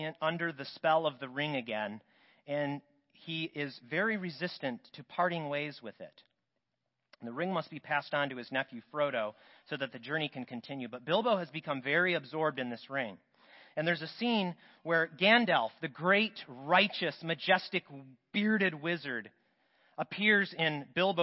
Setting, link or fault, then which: setting, large echoing room